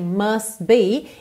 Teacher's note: Must be, o T do must quase não aparece, a gente já tem must be.